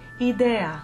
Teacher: If, however, it's definitely not a verb, like the word for idea, idea, I-D-E-A, then the e is usually open